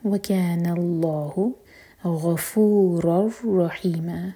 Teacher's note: ادغام بغیر غنہ کے، تو یہاں پر نون کا ساؤنڈ بالکل نہیں آئے گا، رو کو رو سے جوڑیں گے. غفور رحیم، ما مد عوض عن التنوین، تو دو حرکہ لمبا.